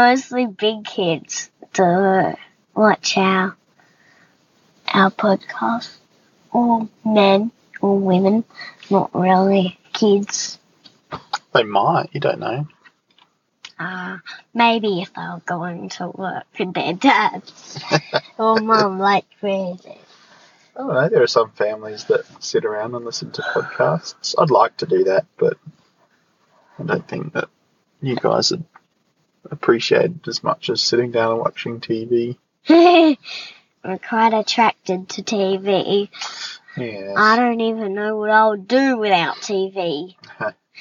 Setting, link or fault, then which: setting, inside a vehicle